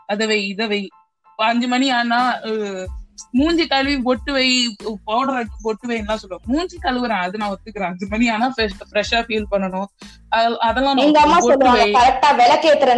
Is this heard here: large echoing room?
no